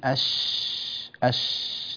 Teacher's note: التفشي، امتلاء الفم بالهواء الخارج مع حرف الشين